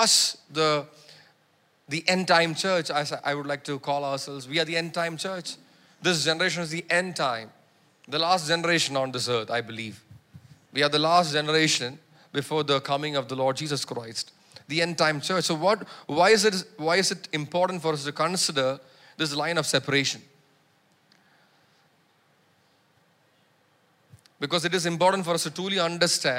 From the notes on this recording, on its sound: preached at Sunday Service on 23 July 2023 at Revelation Church.